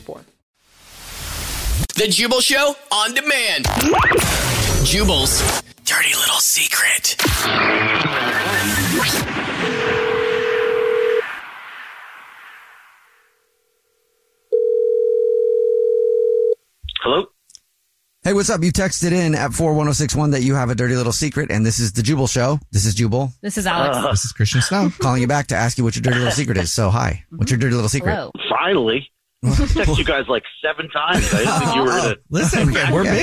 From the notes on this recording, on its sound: There is a guy on the phone